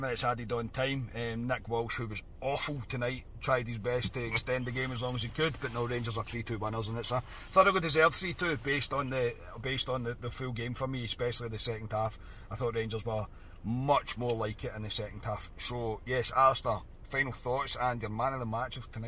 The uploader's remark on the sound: Reaction from the car after leaving Ibrox.